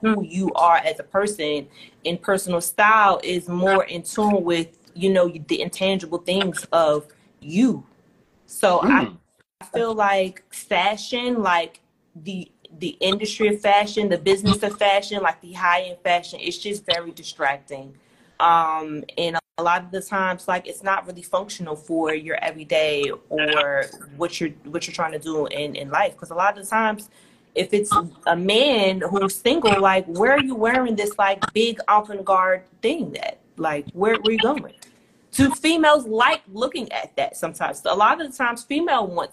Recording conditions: video call